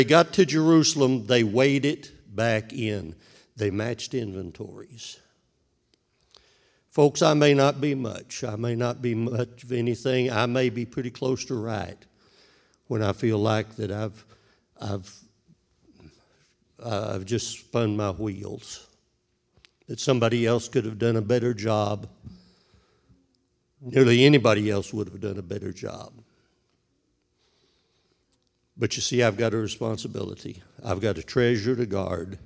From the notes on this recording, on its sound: This sermon was recorded live on October 31st, 2021, at Newark United Pentecostal Church.